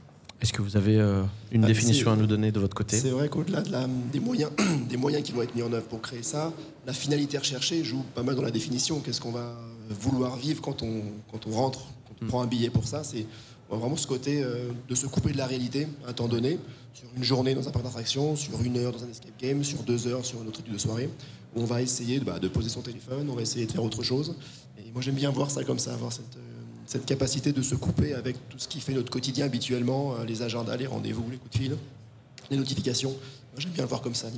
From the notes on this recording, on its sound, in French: Dans le cadre du salon de l'escape game et des loisirs immersifs qui s'est tenu à Lyon le 11 septembre 2023, nous avons posé les micros de Radio Escape pour enregistrer 3 épisodes. Dans le cadre du salon de l'escape game et des loisirs immersifs qui s'est tenu à Lyon le 11 septembre 2023, nous avons posé les micros de Radio Escape pour enregistrer 3 épisodes.